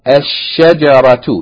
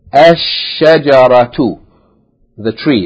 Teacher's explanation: the lam is merged into the sun letter, which with a shadda, telling you to double that sun letter.